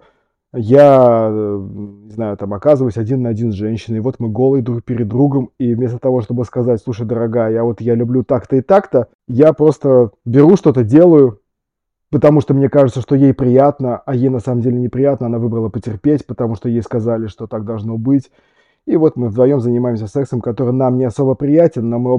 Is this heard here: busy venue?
no